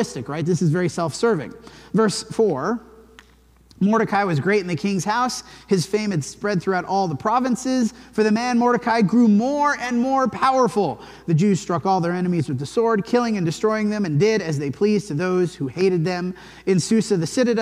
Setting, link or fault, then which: setting, large echoing room